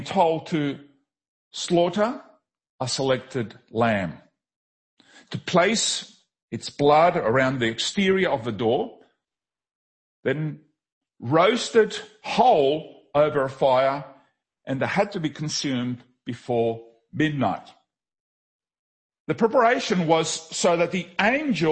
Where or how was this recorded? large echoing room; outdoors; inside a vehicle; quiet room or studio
large echoing room